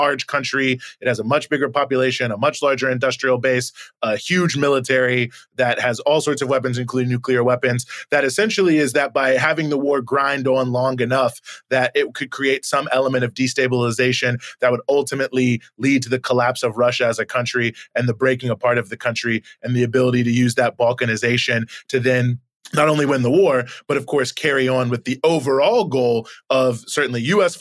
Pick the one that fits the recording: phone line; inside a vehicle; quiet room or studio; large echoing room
quiet room or studio